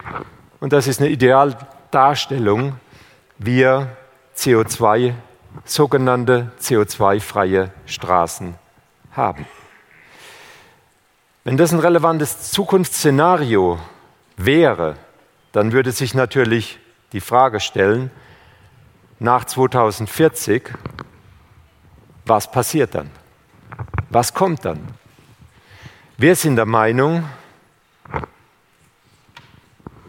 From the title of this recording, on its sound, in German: beim auto motor und sport Kongress 2019